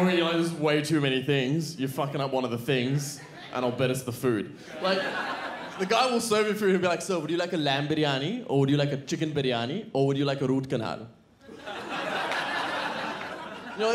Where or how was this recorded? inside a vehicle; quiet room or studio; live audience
live audience